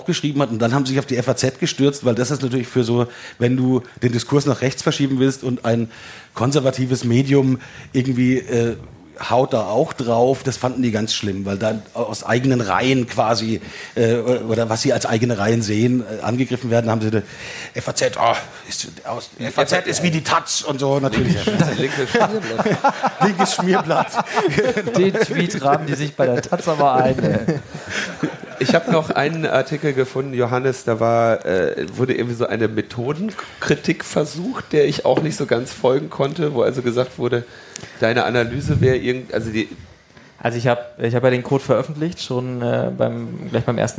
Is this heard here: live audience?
yes